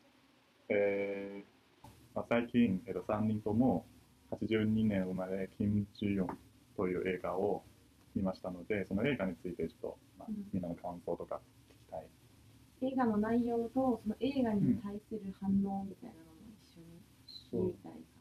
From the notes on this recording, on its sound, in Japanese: オーディオの音質が機材の制限により、あまり良くなくてすみません！